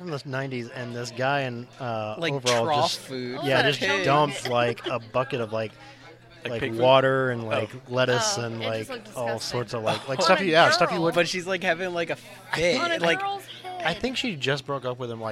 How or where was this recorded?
busy venue